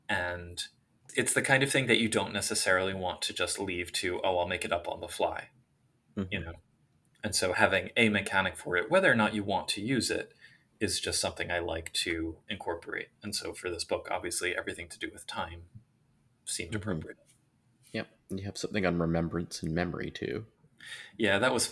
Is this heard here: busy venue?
no